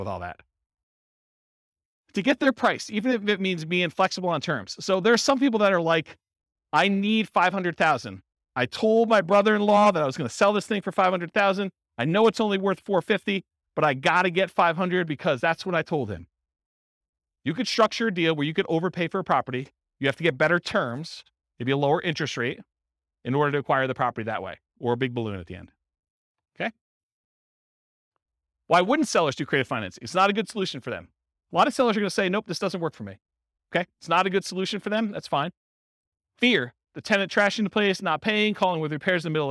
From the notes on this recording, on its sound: This was a live class recorded